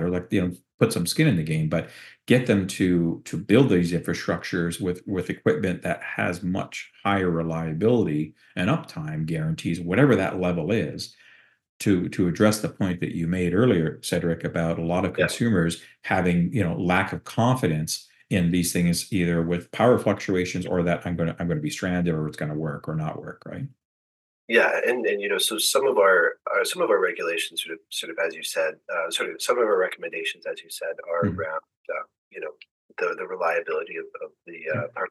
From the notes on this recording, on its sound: Recorded Via Zoom Video Conferencing Platform.